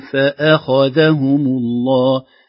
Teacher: فنقول فأخذهم الله، لو كانت صعبة نقطعها نقول فآ فآ خا ذا فآ خا هكذا. إذن نفخم الخاء بين الهمزة المرققة قبلها والذال المرققة بعدها